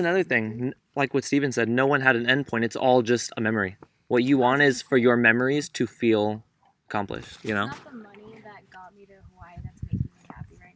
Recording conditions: outdoors